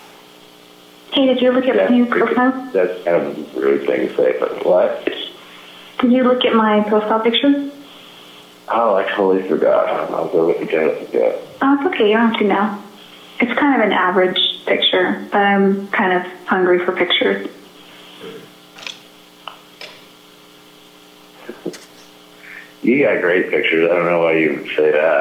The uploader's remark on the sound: This episode features a phone call